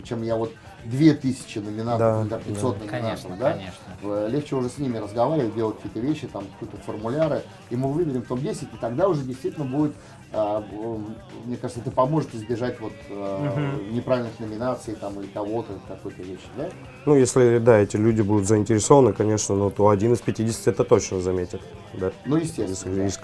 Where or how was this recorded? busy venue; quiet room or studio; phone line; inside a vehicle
busy venue